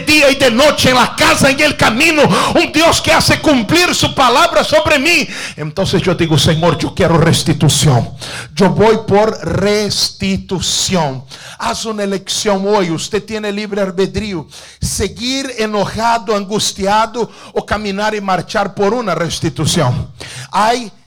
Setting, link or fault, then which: setting, large echoing room